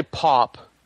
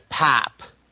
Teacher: Everything, anything that had an O was a very short O, almost an A. · Shown in: second take